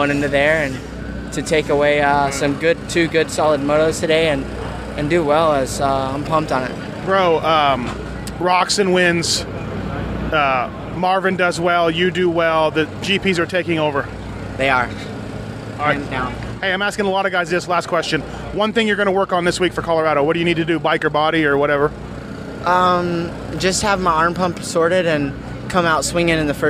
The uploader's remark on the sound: Hangtown 2013 Post-Race Interviews